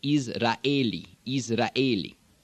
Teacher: In a word like Israeli, as we say in English, the Arabic speaker would pronounce both of the vowels